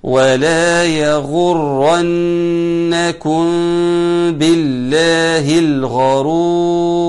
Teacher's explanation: يكون ميم أتى بعدها حرف الباء، وبالتالي يكون حكمها الإخفاء مع الغنة